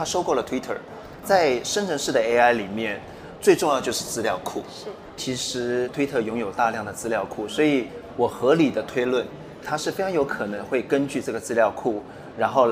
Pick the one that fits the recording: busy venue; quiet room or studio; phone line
busy venue